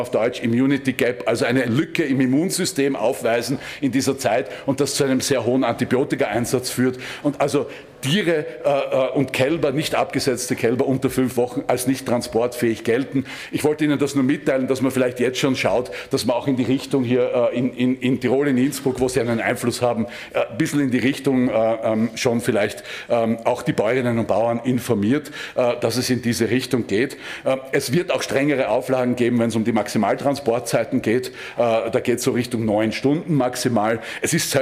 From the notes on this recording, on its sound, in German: Aufgezeichnet im Rahmen der Sitzung des Innsbrucker Gemeinderats